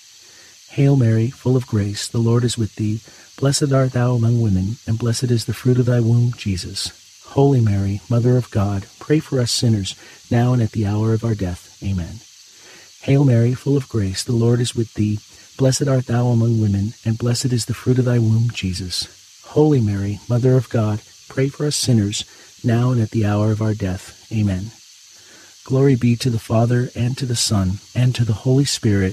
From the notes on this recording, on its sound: Get closer to nature and enjoy the soothing outdoor sounds of cicadas singing on a warm summer night alongside this Monday rosary.